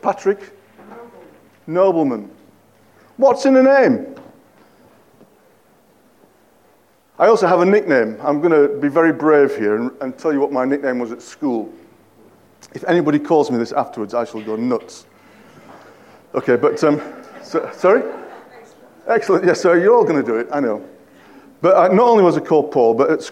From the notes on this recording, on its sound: At King's Church, Cockermouth, as an audio file.